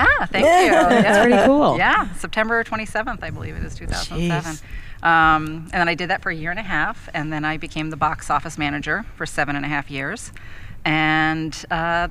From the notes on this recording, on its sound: Back on location, this time from Proctor's Theater in Schenectady.